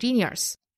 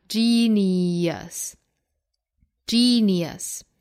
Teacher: 不要在最后一个音节处加上卷舌的二音 · Shown in: second take · ，不要读成 genius，应该读 geniusgenius。